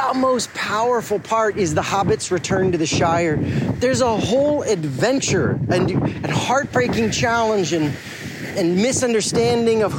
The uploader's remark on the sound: I came back to the town I grew up in and it got me thinking. Sitting on the beach, I pulled out my phone.